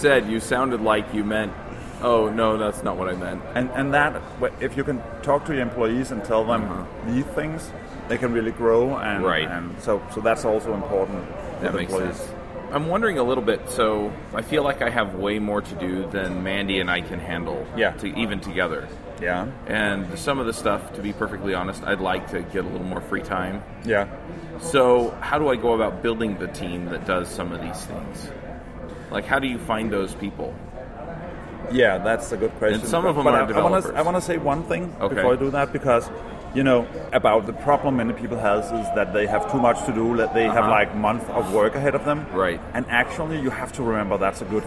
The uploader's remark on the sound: Live from MicroConf. At MicroConf 2016.